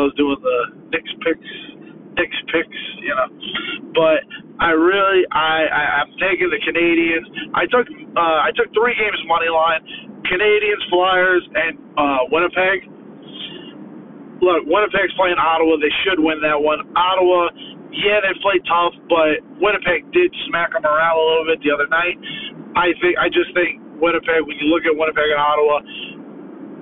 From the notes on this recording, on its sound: flying solo recording in his car